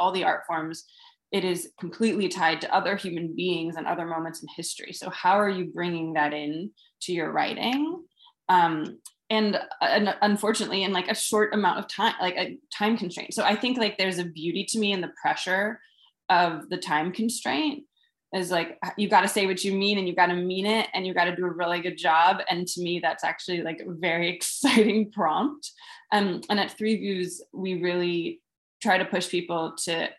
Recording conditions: video call